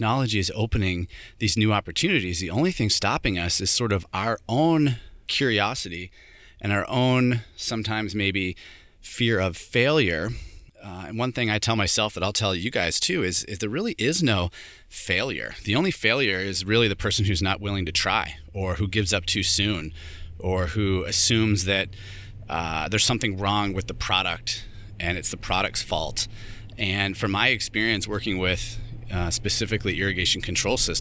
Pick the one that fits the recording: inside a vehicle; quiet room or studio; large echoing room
inside a vehicle